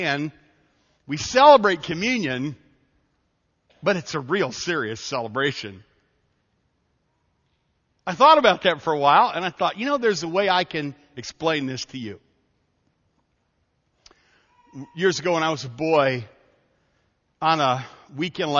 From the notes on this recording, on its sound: This story was taken from a message preached at Evangel Baptist Church in Taylor, Michigan on July 3, 2011.